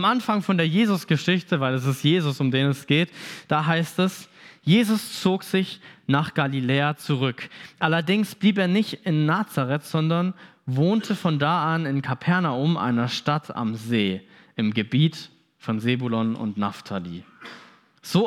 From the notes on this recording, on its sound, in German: Predigt vom Gottesdienst.